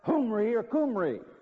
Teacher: It's pronounced with a harsh aspirant, Humri or Kumri.